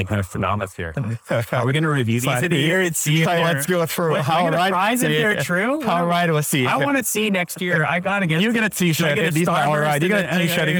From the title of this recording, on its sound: LIVE at Optech